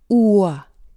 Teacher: 이 W 사운드, 우와에 대해 조금 더 자세히 살펴보자면 이 소리는 Y 사운드, ear와 마찬가지로 반자음 소리이며 발음 원리상에 있어 u 사운드, 즉 우와 유사한 소리입니다. 우에서 뒤를 조금만 더 끌어 소리내면 우와 바로 W 사운드가 되는 것이죠